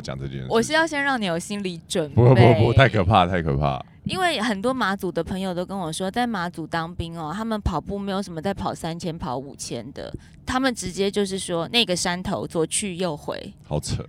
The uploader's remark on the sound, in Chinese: 這集podcast又在賽道上收音了！在國之北疆衝線！東引軍事越野障礙賽。